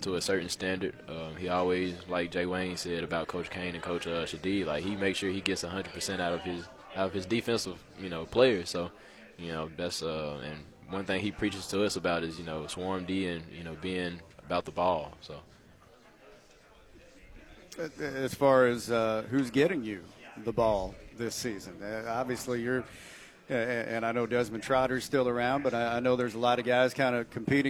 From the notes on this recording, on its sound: The Workday Redzone from Sun Belt Media Days. Live from Sun Belt Conference Media Days in New Orleans.